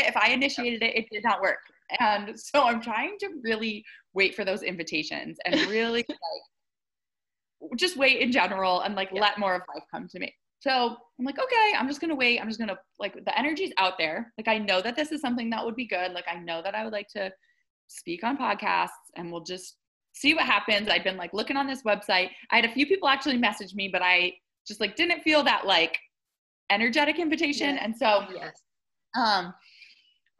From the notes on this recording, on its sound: I had a really fun, casual chat over Zoom